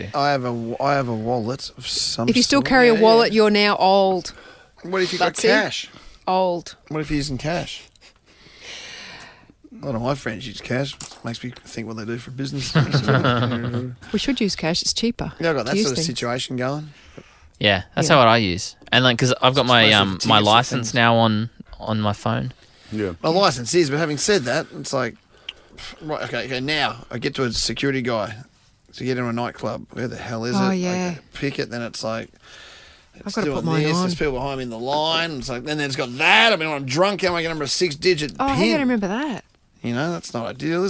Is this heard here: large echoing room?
no